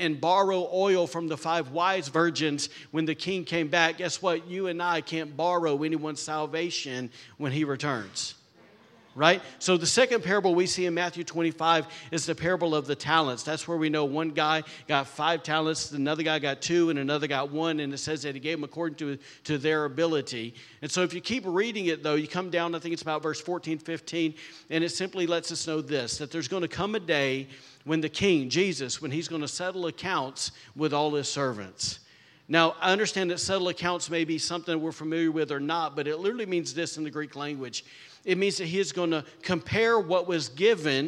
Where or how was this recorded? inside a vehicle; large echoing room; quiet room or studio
large echoing room